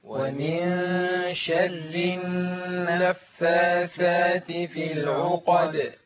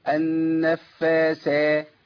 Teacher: ما ينفعش ان انا اقول ومن شر النفاثات دي ثاء. ثاء بتطلع منين؟ طرف اللسان مع طرف الثنايا · Shown in: first take